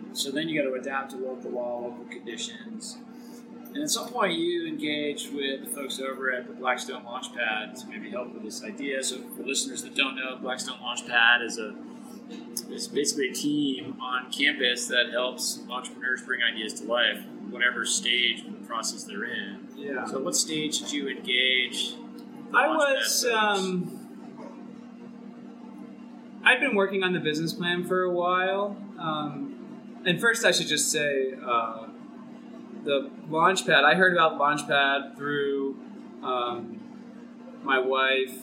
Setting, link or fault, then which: fault, poor sound quality